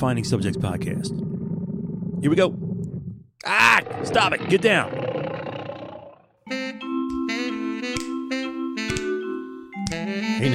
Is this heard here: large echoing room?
no